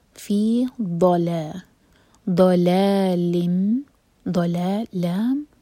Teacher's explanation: زبان کا سائڈ، ہمارے سائڈ والے جو دانت ہیں ان پر دبا کر ضاد کا مخرج نکالیں گے. فی ضلا، ضلال، ضلال، دو حرکہ لمبا، مد تبعی، ضلال، لام پر کسرہ کی تنوین، اس کے بعد ہے میم.